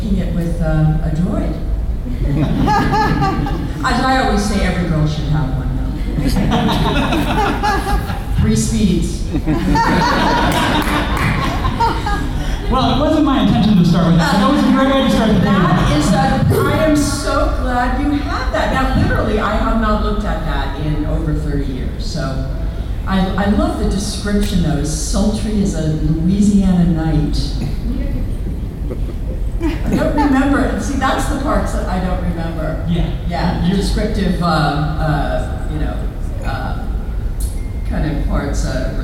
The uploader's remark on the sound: Panel Gulf Coast Fan Fest 2018